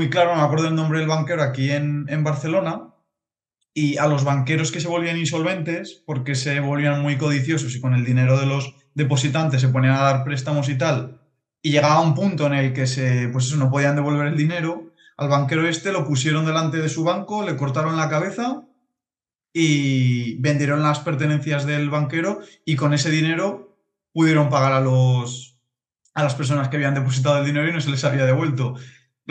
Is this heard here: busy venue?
no